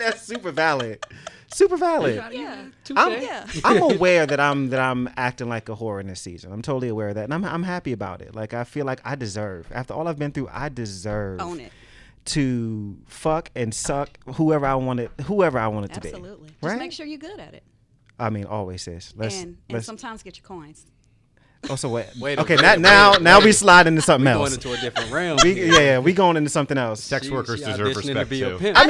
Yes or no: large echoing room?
no